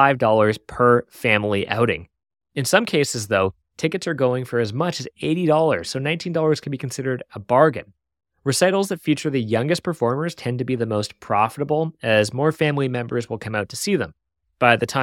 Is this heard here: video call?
no